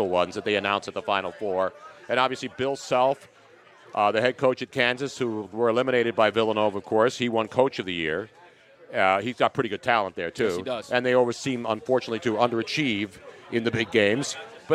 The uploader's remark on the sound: live from Nick's Place in Houston!